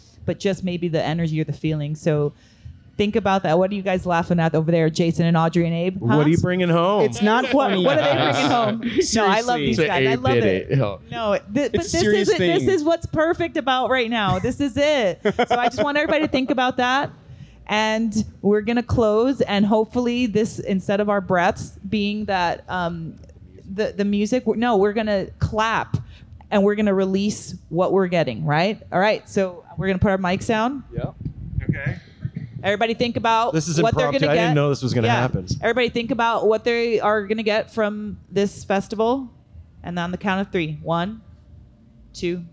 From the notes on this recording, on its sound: Cascade Equinox Festival Week. Our live podcast on Day 2 from the Cosmic Drip stage.